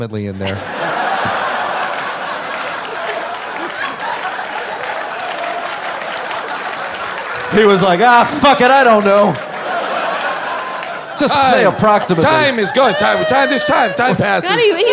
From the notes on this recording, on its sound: LIVE from Largo in Los Angeles